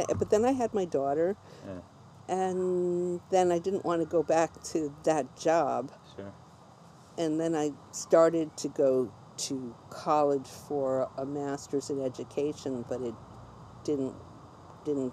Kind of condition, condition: fault, sounds in the background